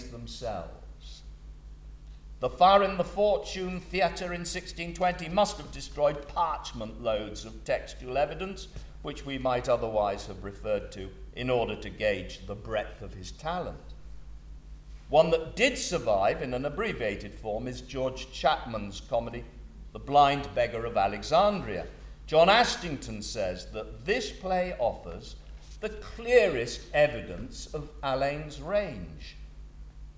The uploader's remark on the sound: Recorded on November 17, 2017 at the Rose Theatre, Kingston.